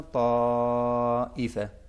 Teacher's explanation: طا پہ زبر، اس کے بعد الف، اس کے بعد دیکھیں ای حمزہ ہے، تو اس طا کو بھی ہمیں کھینچ کے ہی پڑھنا تھا